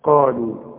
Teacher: اعلى درجات التفخيم اللي بعدها الف، قالوا ورقق قوي اللام اللي بعدها قالوا.